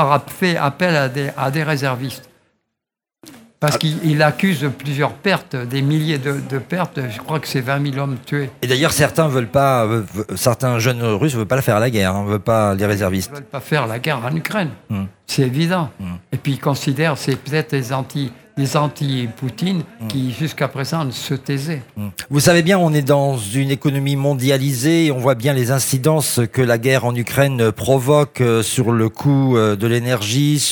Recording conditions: busy venue